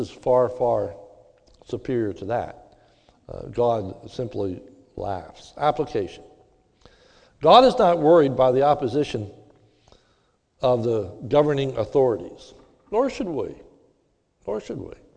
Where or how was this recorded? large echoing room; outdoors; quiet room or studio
large echoing room